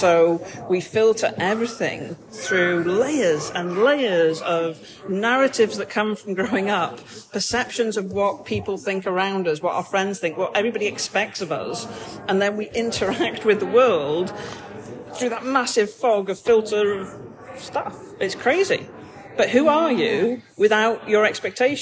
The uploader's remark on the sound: this episode is recorded in Starbucks so may have more background noise than a usual podcast